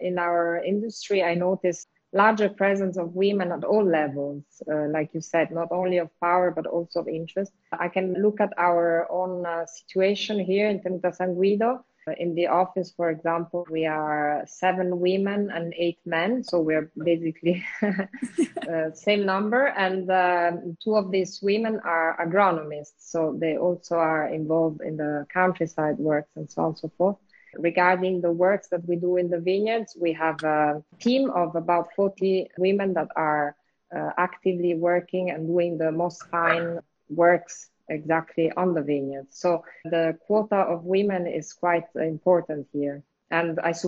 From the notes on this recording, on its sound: Recorded on instalive during the pandemic. These recorded sessions are then released on the podcast to immortalize them!